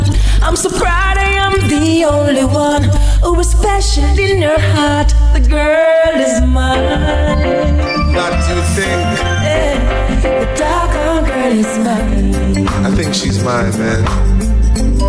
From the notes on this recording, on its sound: LIVE SET: AFRO FUSION THURSDAYS AT LE NOCTURNE